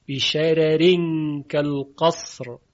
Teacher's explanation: و همچنین در سوره مرسلات کلمه بشرار که رای اول اون قاعدتا تفخیم میشه، اما ورش به لحاظ هماهنگی با رای بعدی که ترقیق میشه، رای اول رو هم مرقق خونده است